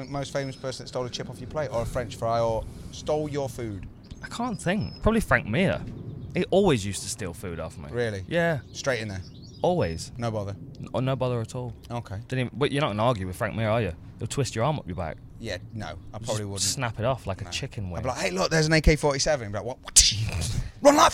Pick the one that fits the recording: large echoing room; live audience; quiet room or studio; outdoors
outdoors